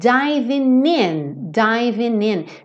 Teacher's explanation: esse G do ING quase sempre não é pronunciado mesmo